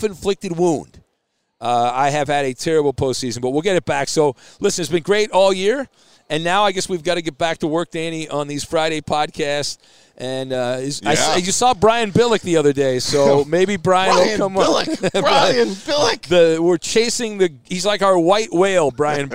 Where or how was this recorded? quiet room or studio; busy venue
busy venue